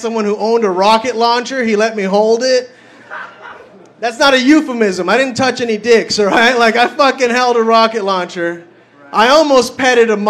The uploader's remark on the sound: Filmed live in front of a studio audience on the backstage at the creek and the cave.